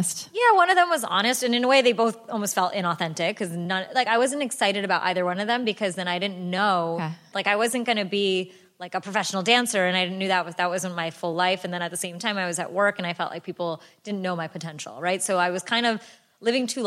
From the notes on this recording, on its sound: a live recording